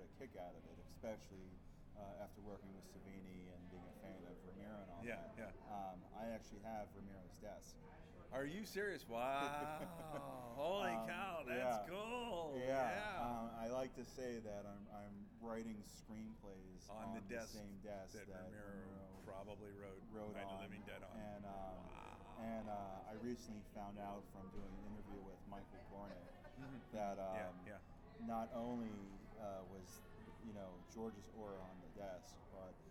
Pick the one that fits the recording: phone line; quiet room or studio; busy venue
busy venue